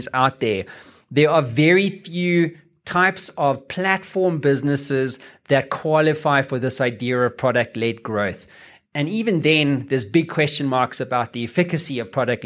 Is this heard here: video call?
no